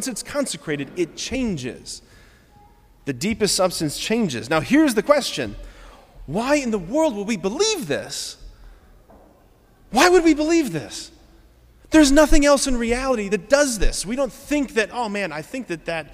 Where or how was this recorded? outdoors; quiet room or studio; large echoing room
large echoing room